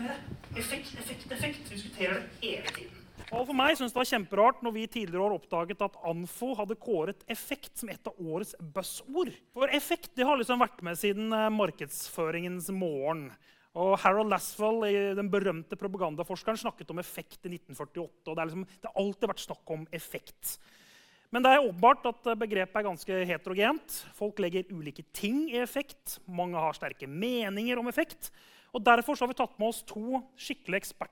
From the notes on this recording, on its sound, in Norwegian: live på Merkevaredagen 2022